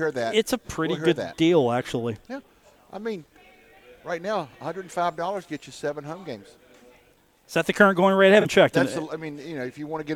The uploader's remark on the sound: Live from the Union Pub and Grill